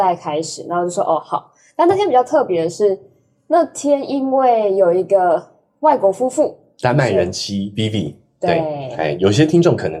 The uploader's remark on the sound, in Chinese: 今天是個“行”前說明會，大家破冰的同時、順便錄音所以…音質警告，錄製環境不佳。